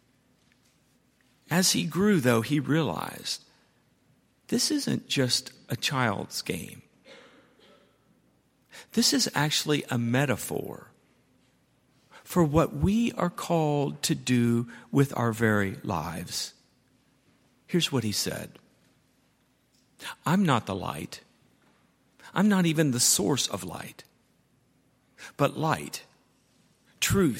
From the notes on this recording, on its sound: at Highland Baptist Church